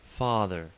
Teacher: The open back unrounded vowel, script A, ah, is in English, father.